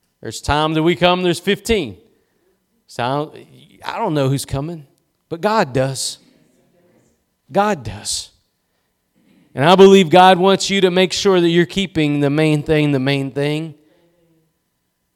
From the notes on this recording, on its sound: Preached at Gospel Lighthouse in Bossier City, La.